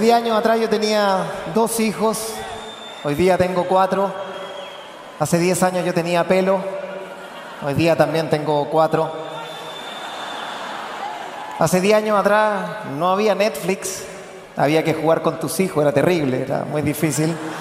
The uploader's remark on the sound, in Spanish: Festival de Viña 2018. Las carcajadas y los aplausos rápidamente se apoderaron del espectáculo.